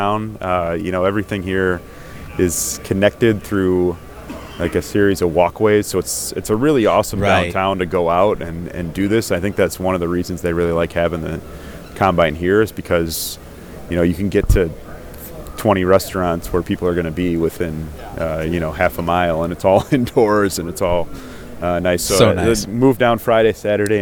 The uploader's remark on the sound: checks in LIVE from the NFL Combine